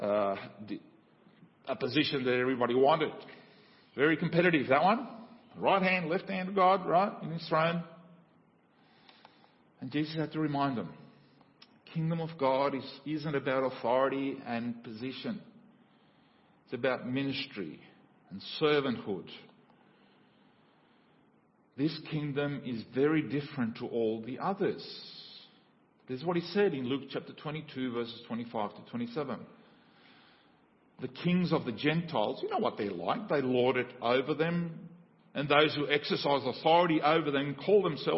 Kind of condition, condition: setting, large echoing room